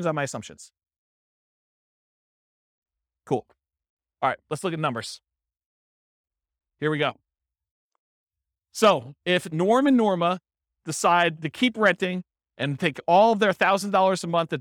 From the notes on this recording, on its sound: This was a live class recorded